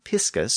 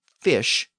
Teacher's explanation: we see evidence of the shift from the Latin piscis with the P sound to English fish with the F sound